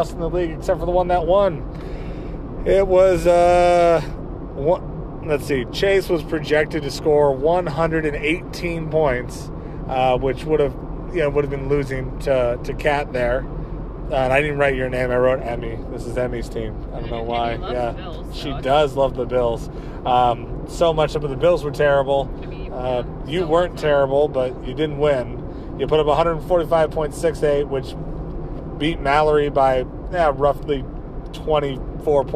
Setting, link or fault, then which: setting, inside a vehicle